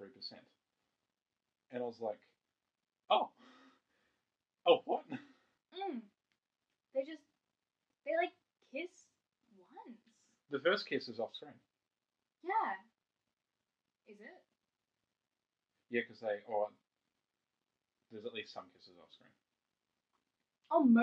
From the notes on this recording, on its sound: Sorry that the audio is very low